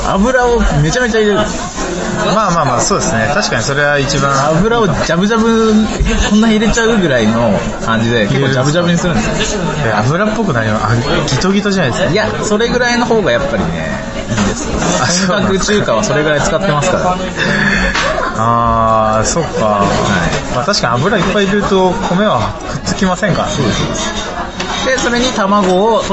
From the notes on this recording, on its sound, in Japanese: 今回は中華料理店で収録したので雑音がすさまじいです。